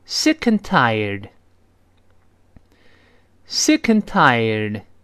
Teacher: 注意那个 and 弱化成 n，再跟 sick 连读